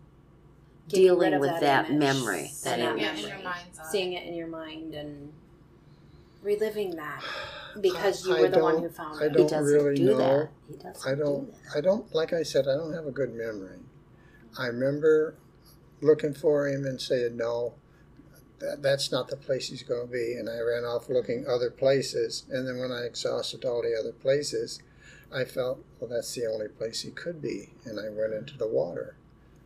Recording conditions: poor sound quality